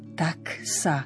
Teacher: Tam netreba nič meniť, pretože obe hlásky, ktoré za sebou nasledujú, sú neznelé.